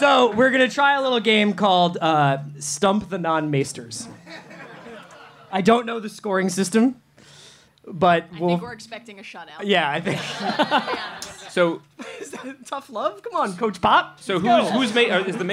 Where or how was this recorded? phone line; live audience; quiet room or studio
live audience